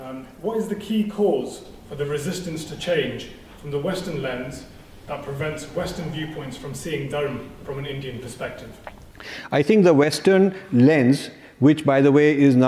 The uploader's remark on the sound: Lecture at British Parliament on ‘Soft Power Reparations’.